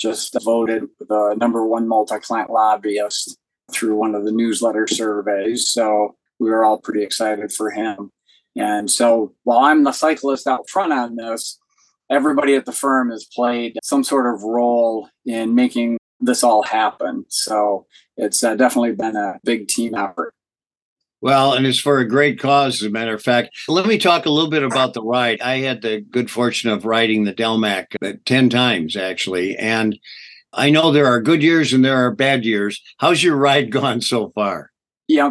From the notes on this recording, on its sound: This interview conducted via ZOOM, was conducted from Lansing. Along his route in the Upper Peninsula of Michigan and suffers from some lagging internet bandwidth. We apologize for the technical limitations from this shared video interview!